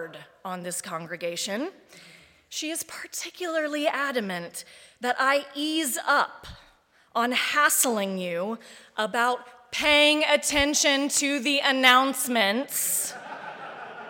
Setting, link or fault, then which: setting, large echoing room